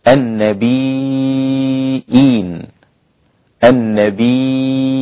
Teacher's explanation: النبيين، النبيين، وسيكون هنا المد مد إيه؟ ياء، وبعدها همزة في نفس الكلمة، يبقى مد متصل، 4 حركات عند قالون و6 حركات عند الإمام ورش